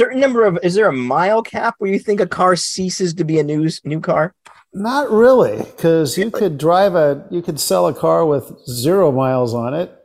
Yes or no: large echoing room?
no